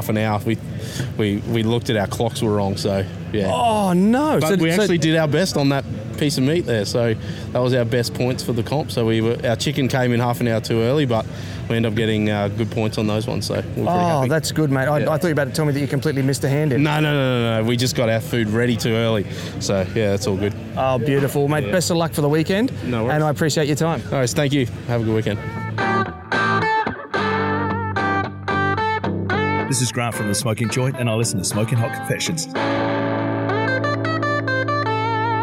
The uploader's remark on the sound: This episode was recorded at the Fabulous Burleigh BBQ Championships, the jewel in the crown of competition BBQ in Queensland.